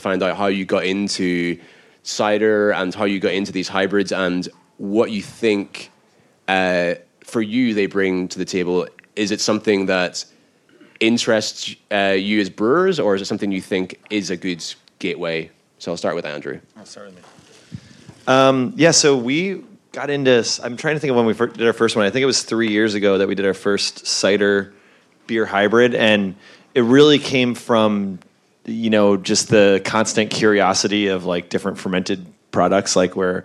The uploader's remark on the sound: Today’s episode was recorded back in February at Cloudwater’s Friends and Family and Beer Festival. When I got to sit in the audience and listen.